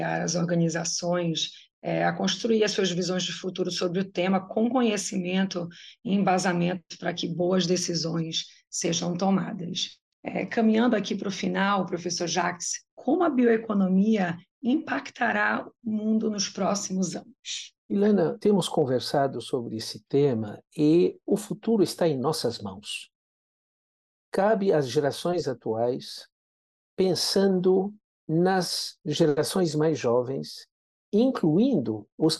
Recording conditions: video call